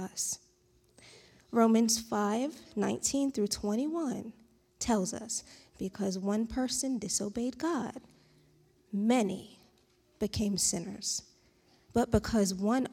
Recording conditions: large echoing room